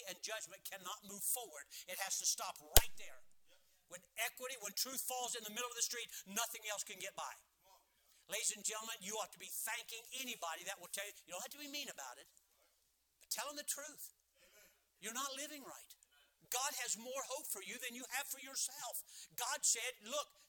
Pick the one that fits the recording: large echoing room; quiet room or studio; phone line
large echoing room